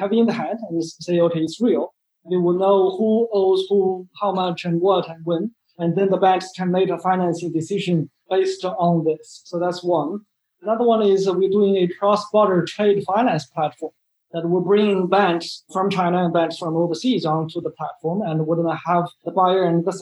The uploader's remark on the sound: Encrypted is excited to partner up with the Future Blockchain Summit who have recently held their first ever Digital Keynote! Digital Keynote, a live webinar series.